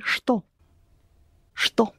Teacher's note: you have the letter ч, which in this particular word is pronounced ш. Because it's difficult to say this combination of sounds, что.